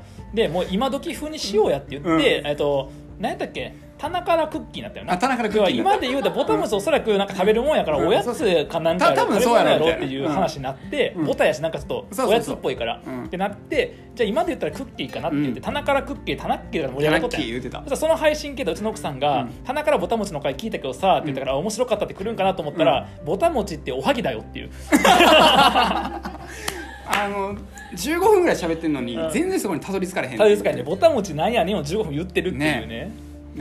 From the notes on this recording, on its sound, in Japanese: 公開収録_24時間ラジオ。24時間ラジオの最中に、公開収録しました。